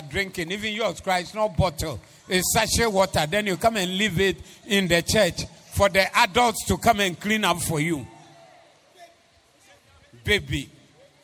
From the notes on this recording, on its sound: Preached at the Zeloo Service 14082022